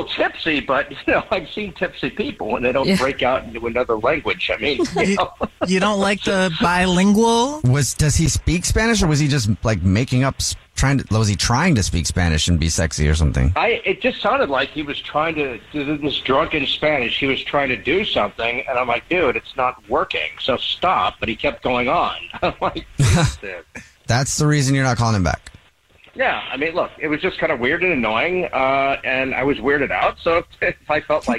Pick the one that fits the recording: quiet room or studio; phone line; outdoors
phone line